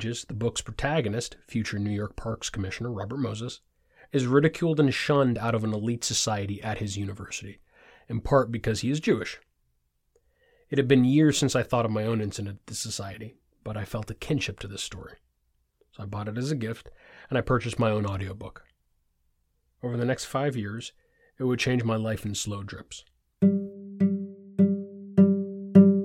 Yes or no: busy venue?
no